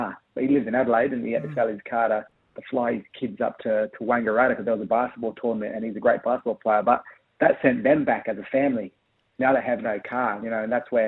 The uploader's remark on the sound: phoned this morning